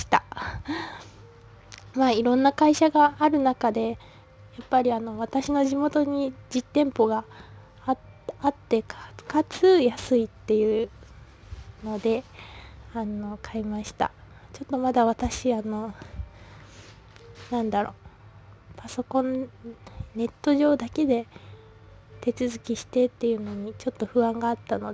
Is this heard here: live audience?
no